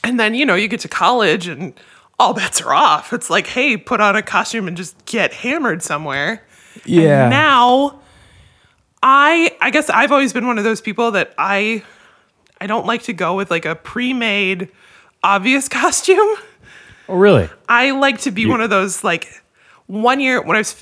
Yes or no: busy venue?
no